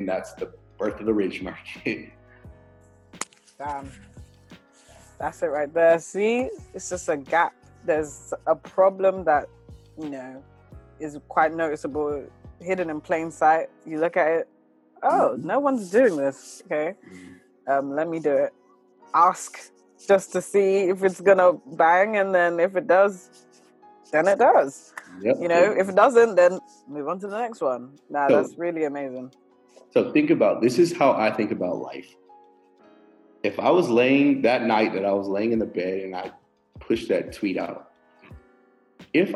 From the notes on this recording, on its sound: we apologise for the drop-off in the sound quality, we had to use Zoom to do this interview